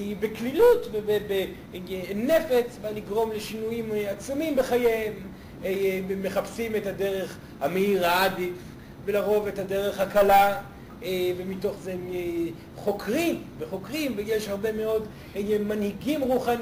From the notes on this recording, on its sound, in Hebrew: זוהי הקלטת מעגל חי בנוכחות תלמידים, הכוללת הרצאה וכן שאלות ותשובות.